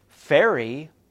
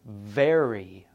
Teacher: In both of these sounds, you put your top teeth onto your lower lip. The difference between the sounds is this F is voiceless and V is voiced. In other words, you shouldn't feel your throat move when you make the f sound. · Term: fricatives